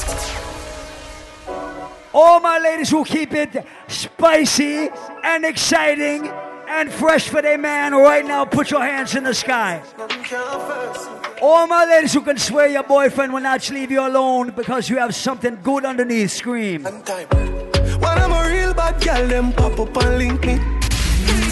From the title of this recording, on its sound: LIVE AUDIO: ISLAND SATURDAYS 90s VS 2000s BASH